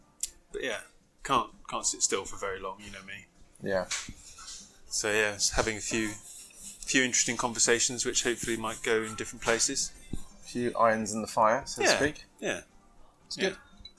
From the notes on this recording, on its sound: from a pub in Bristol